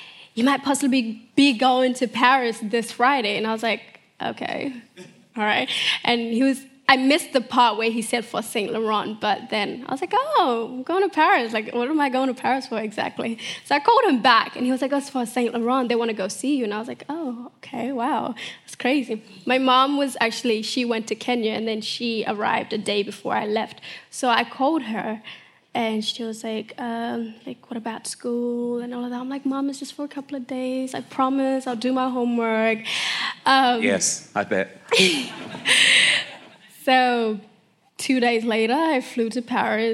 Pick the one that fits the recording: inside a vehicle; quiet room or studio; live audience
live audience